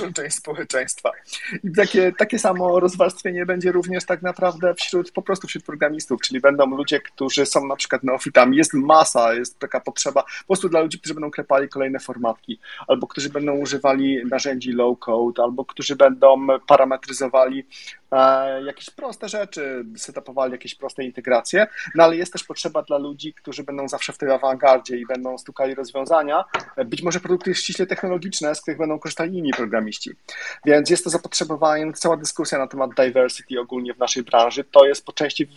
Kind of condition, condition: link, video call